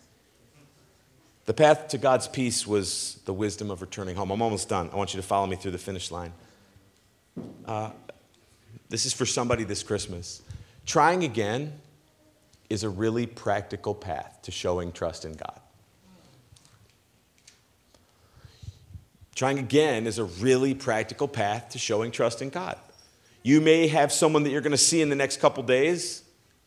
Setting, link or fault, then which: setting, large echoing room